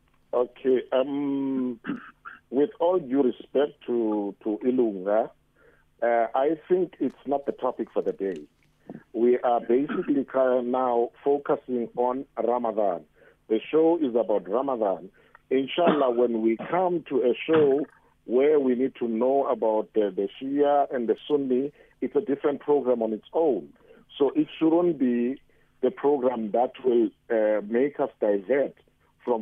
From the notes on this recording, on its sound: Guest on the phone